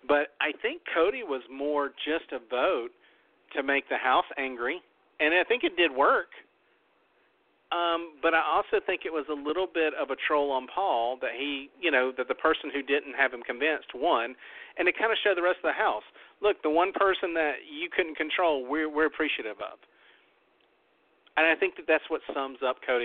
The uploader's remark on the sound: We talk about ALL the events of the FINALE plus open the phone lines.